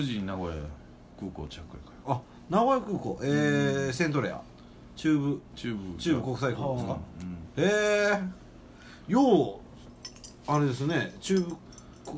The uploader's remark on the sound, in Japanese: RECORD(お店)より